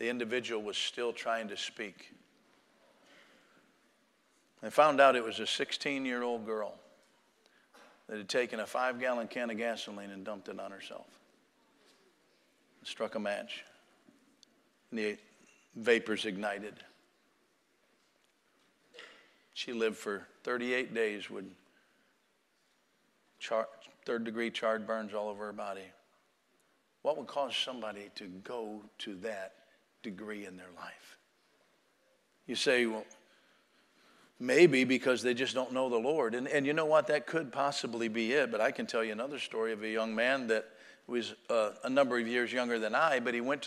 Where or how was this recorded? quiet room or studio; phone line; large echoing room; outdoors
large echoing room